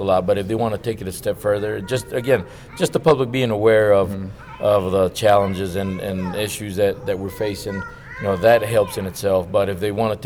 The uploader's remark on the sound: Recording live from the floor of the Wild Sheep Foundation's "Sheep Show"